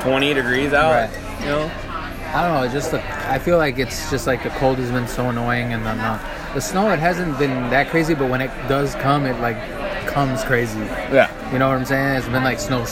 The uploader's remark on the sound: live from Pub 819 in Hopkins